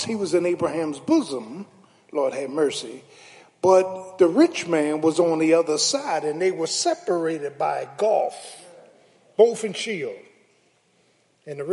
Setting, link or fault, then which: setting, large echoing room